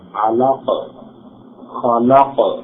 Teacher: قاف جب پڑھیں گے تو آواز جہاں جا کے ٹھہرتی ہے وہاں وہ راؤنڈ کرے گی، گھومے گی. یہ قلقلہ کے حروف بولے جاتے ہیں، علق خلق.